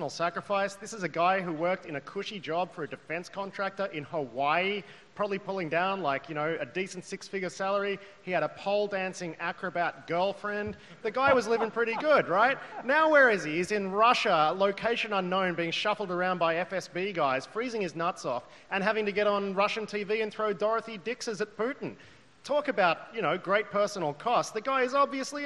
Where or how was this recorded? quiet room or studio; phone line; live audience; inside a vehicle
live audience